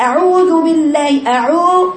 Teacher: كتير كثيرات من اللي بتقرأ القرآن تقرأ الحرف العين مفخم من أول الاستعاذة